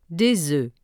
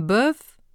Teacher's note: However, in the plural, the vowel sound becomes E and the final consonant is silent